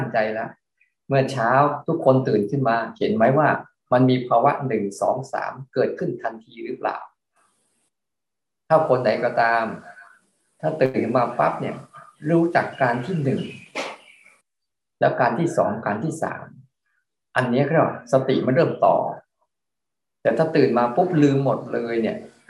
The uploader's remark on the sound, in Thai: เป็น 1 ใน 3 คอร์สออนไลน์ (ผ่านโปรแกรม Zoom)